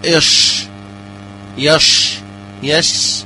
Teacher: هذه صفة التفشي، هكذا ينتشر الريح في الفم. وطبعا يكون هذا التفشي مرققا، لأن الشين من الحروف المستفلة أي مرققة، فنقول إش يش يش مرققة هكذا، ويكون في أول الكلمة وفي وسطها وفي آخرها.